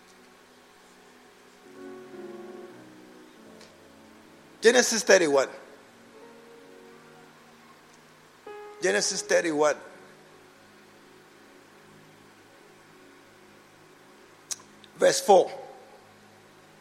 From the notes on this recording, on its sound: An inspiring message preached at the SAT service, True Vine Cathedral, Bantama